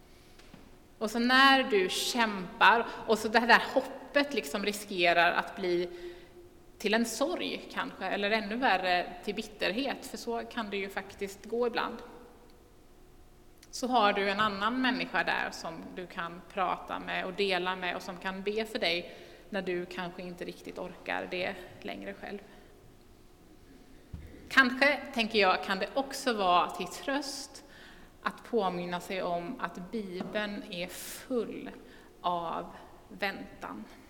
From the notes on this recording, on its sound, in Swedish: Inspelning från Immanuelskyrkan Skövde.